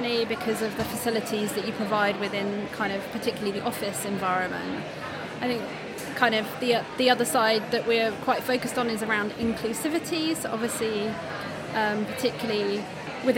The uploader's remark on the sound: Recorded in partnership with CFA UK at their conference. Where we spoke to a number of the speakers from the event.